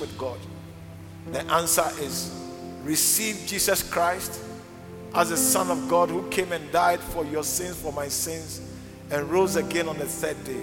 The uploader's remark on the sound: preached at the Living Waters Cathedral